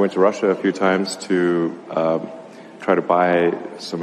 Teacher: Die Stimme ist auch sehr behaucht, also wenig Strahlkraft, wenig Lautstärke, wenig Stimmvolumen.